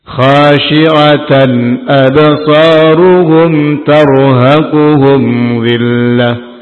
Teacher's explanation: Mim sukun bertemu dengan ta, mim sukun bertemu dengan zal, adalah izhar syafawi. Izhar jelas syafawi, yakni keluar dari syafatain. Syafawi, dua bibir.